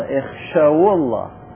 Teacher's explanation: وكذلك اخشوا الله، اخشوا الواو ساكنة واللام في الله ساكنة، فحركنا الواو بحركة مجانسة لها وهي الضمة